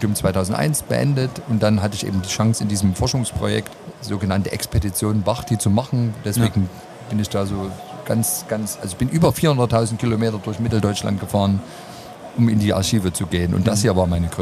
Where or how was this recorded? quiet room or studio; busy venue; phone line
busy venue